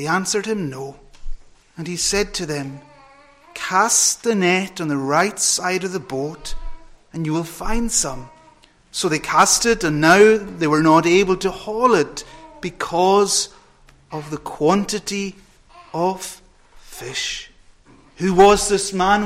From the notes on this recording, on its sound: Friday Evening Communion Preparatory Service, recorded at North Harris Free Church on the evening of Friday 16th September 2022.